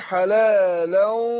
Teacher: اللي هي الغنة، فبقول حلالا النون راحت اهي اللي باقي الغنة، الغنة ديت لما يجي بعدها حرف من حروف الاستعلاء اللي هي زي الطاء ديت بعمل ايه بفخم الغنة